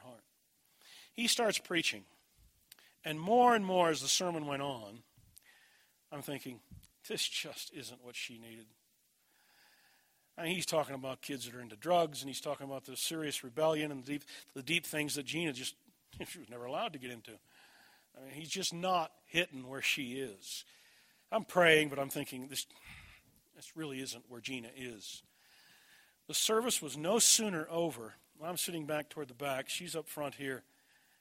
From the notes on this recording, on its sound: This message was delivered at Desert Springs Church, Albuquerque, NM, June 24, 2011.